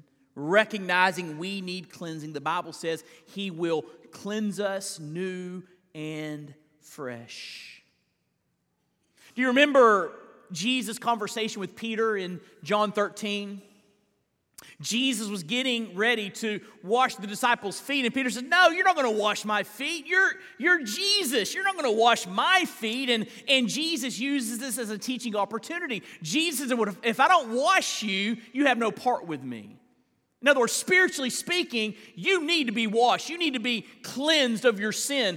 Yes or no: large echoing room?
yes